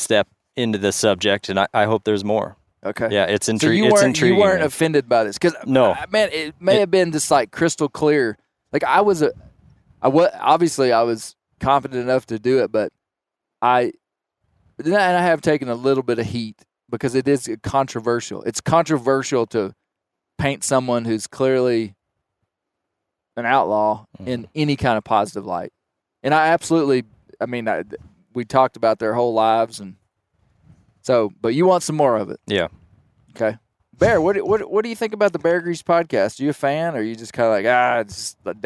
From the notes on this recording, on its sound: This is an in-the-field recording of the Bear Grease [Render]!